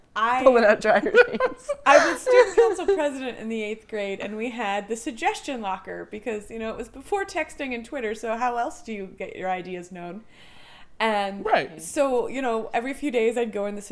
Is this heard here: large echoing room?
no